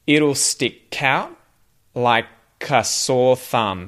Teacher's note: I almost move that K at the ends of those words onto the start of the next words · Term: linking the K's